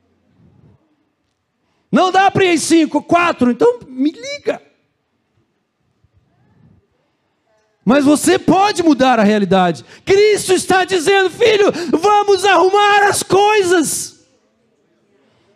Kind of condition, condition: setting, large echoing room